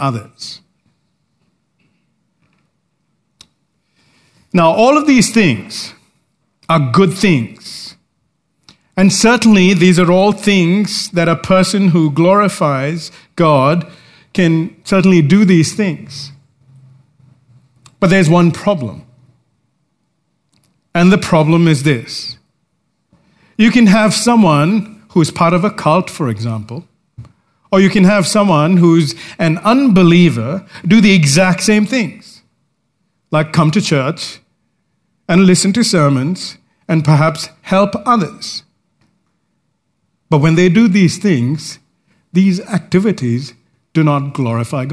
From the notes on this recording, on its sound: recorded live at Grace Community Bible Church